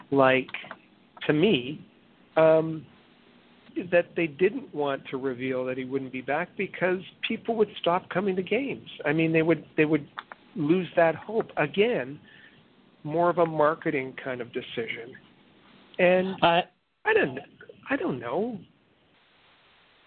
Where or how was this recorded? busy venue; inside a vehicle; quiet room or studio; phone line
phone line